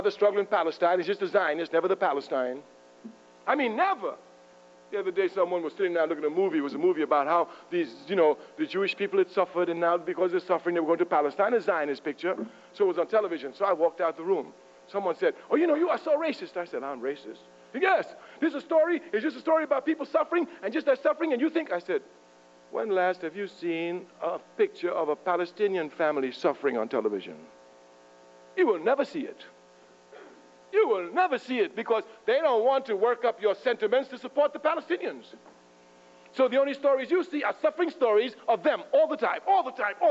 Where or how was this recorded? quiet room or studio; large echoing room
large echoing room